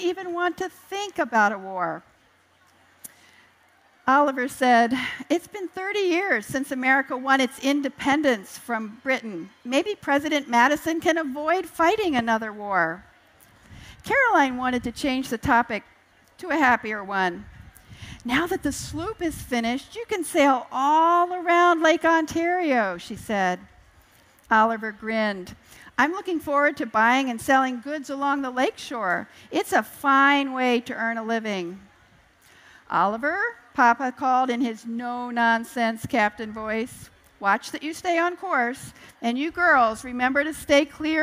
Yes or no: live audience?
yes